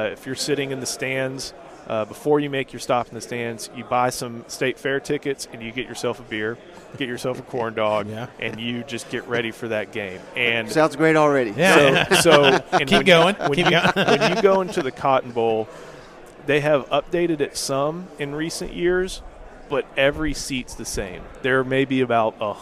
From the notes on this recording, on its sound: at 2023 SEC Media Days live from Nashville Tennessee